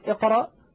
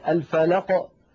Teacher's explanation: وقعت وسط الكلام فهي مقلقلة لكنها أقل وضوحا من الفلق التي وقفنا عليها